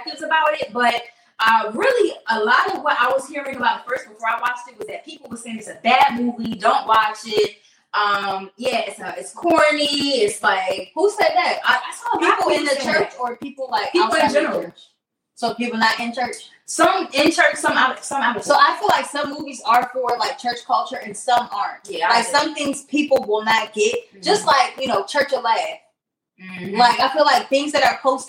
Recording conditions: poor sound quality